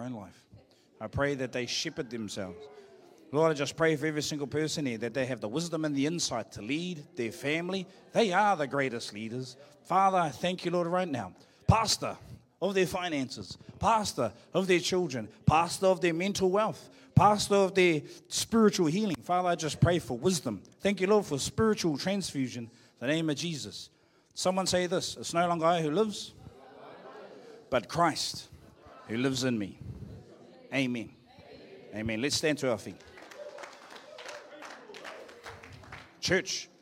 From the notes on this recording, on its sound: Live from IwiTapu Destiny Church Hawkes Bay